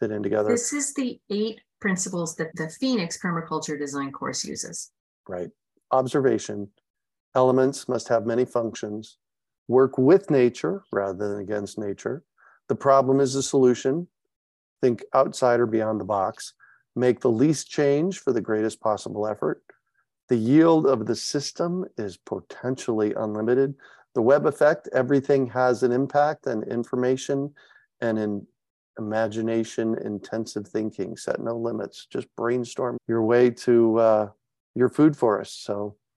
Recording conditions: video call